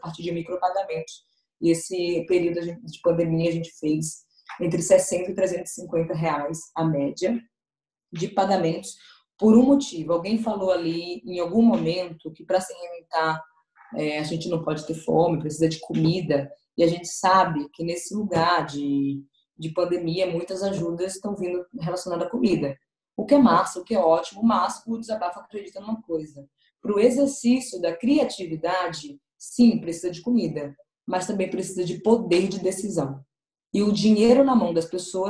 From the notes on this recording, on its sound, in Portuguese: durante o Ciranda MEJ Online, realizado no dia 23/05/20